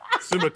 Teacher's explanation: you're putting an accent on the E at the end.